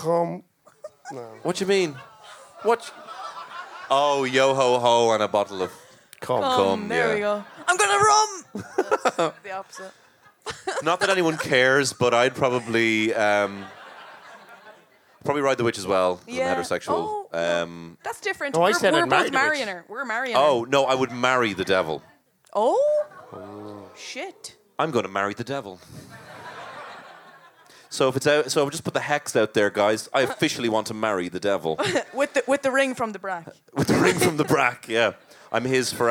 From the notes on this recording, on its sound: That's just the sound of a ghost, and certainly not the delighted crowd who came to this LIVE podcast. Recorded in The Workmans in Dublin.